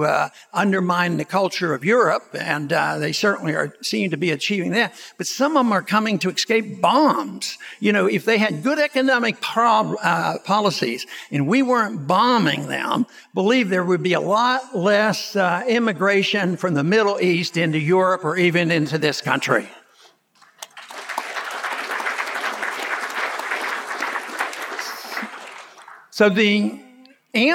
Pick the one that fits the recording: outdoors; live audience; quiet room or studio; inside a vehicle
live audience